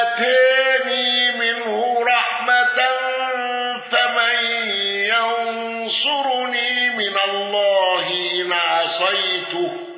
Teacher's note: الأزرق بمد البدل وفتح الياء